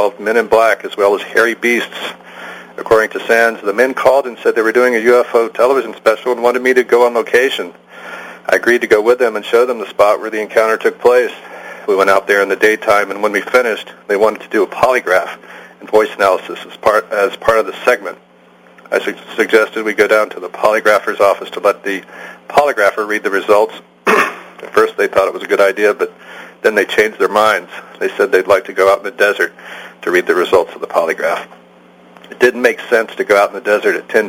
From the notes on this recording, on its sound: call in from you-would-not-believe-where